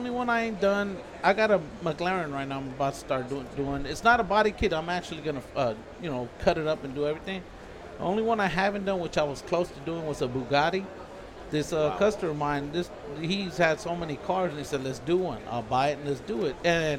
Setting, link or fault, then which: setting, busy venue